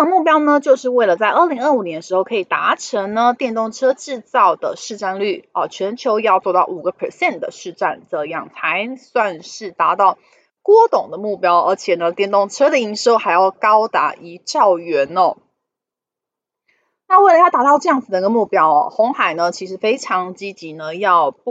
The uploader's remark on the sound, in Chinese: 本集有些許雜音，已亟力避免，如有察覺請多多包涵。